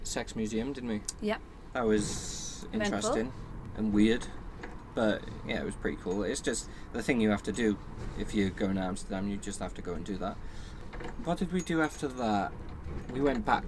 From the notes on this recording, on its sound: We recorded this in the van on a stormy day so apologies for the noise.